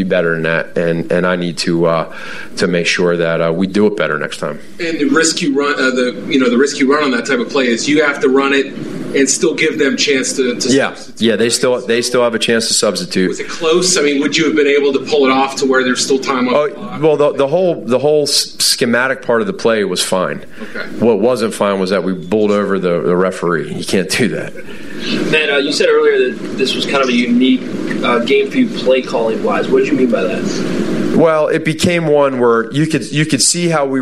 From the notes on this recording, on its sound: live from Soldier Field